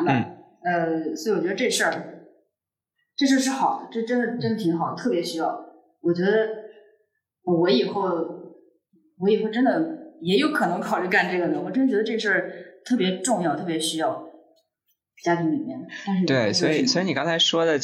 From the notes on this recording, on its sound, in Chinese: 本期节目由于录音失误，音质不佳